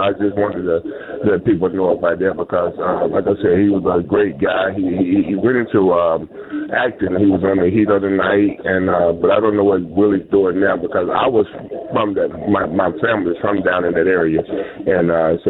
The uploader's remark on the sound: We continue taking your phone calls.